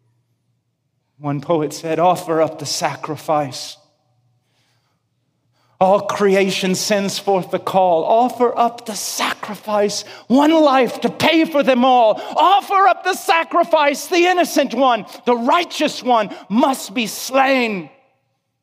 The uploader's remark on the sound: preached this sermon at Shepherd's Conference on March 11th, 2016